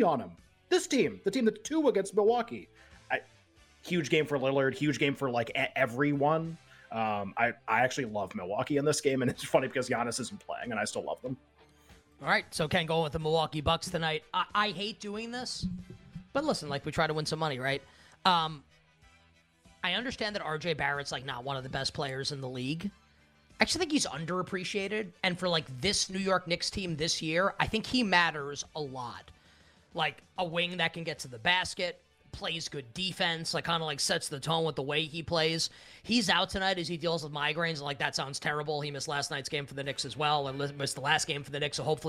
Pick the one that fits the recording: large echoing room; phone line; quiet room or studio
quiet room or studio